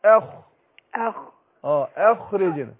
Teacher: أنا عايز أرقق الهمزة وفخم الخاء